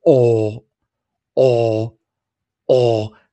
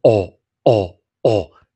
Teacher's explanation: 美式没有这组长元音啊，美式是 all，all，all，这个是短元音 · Shown in: second take